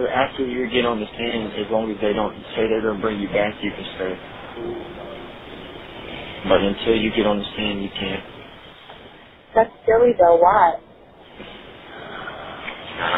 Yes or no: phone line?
yes